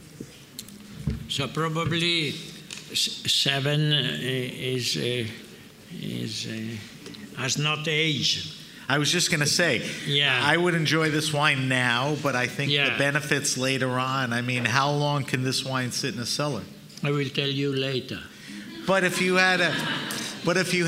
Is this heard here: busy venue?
yes